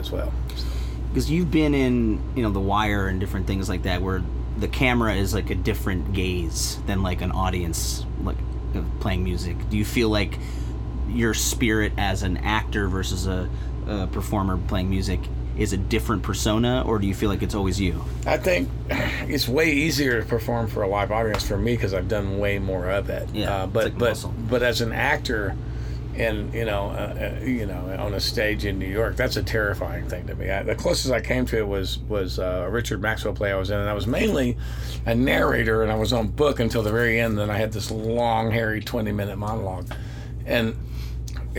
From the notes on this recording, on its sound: tour bus